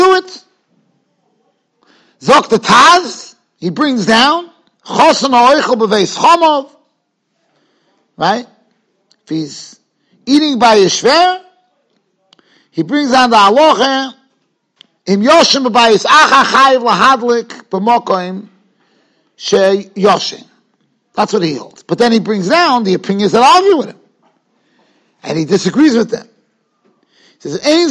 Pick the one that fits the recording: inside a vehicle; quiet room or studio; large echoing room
large echoing room